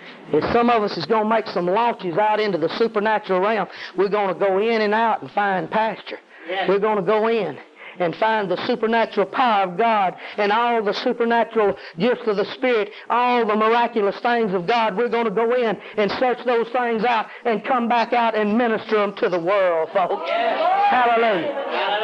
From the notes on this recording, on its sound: bad audio]